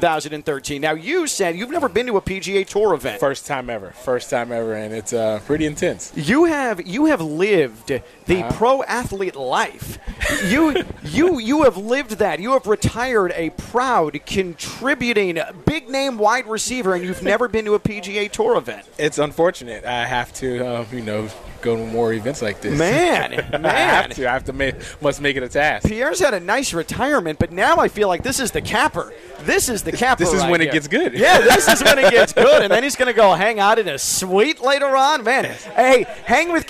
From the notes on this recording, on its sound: Joins us live from the HONDA CLASSIC.